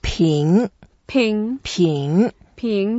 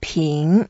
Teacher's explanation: it's the second tone, so we go up